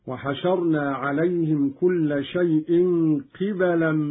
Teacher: قوله تعالى: وحشرنا عليهم كل شيء قبلا ما كانوا ليؤمنوا. قرأ قالون بكسر القاف وفتح الباء